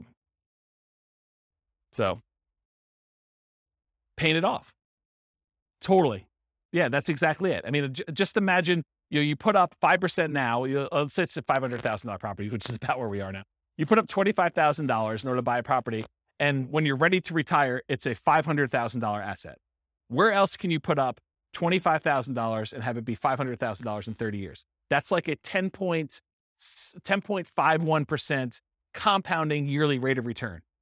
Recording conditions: live audience